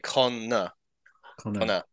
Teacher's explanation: there's basically no vowel between the N and the R. It's just like con na.